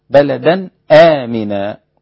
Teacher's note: أرجع للهمزة في آخر الحلق · Term: الهمزة